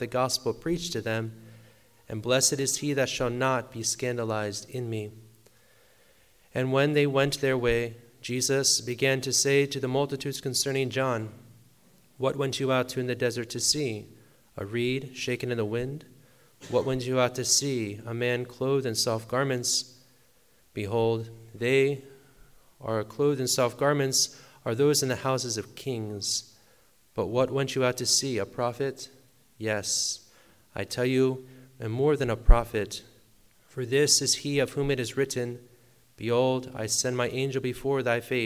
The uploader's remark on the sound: Sermon preached at Blessed Virgin Mary Church Warners, NY SSPX